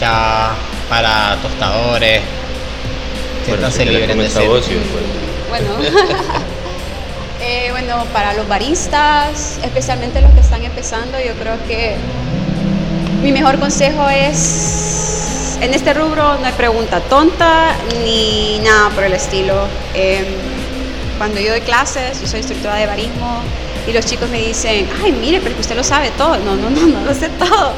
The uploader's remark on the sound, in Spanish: Oh! Café en el Festival Centroamérica de Café.